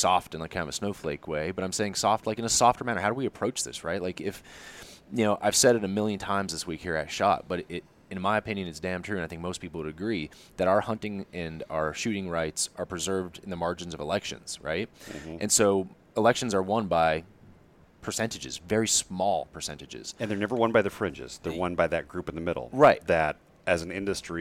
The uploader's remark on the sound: sits down with us at SHOT Show